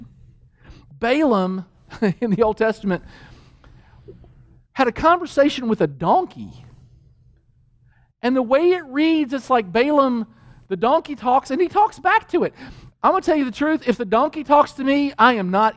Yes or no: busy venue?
no